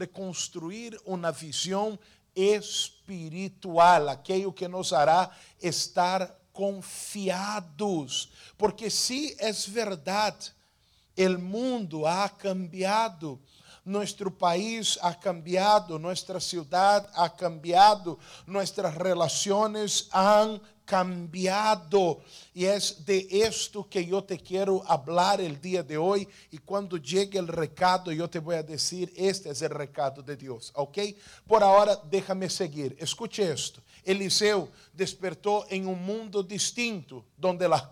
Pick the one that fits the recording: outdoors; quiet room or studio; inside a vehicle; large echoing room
large echoing room